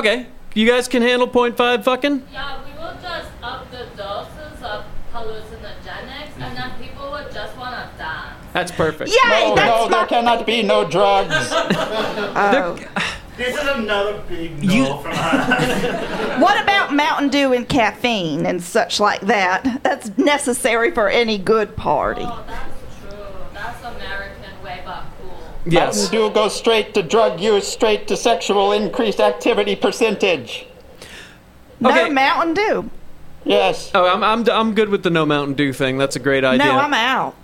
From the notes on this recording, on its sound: The stars came out for the first ever Welcome to Colonel live show!